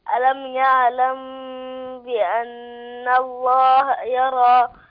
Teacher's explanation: ألم يعلم بأن، اخفي الميم عند الباء